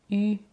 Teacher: But U in its own is said with the mouth round and pronounced E, and it's a short sound.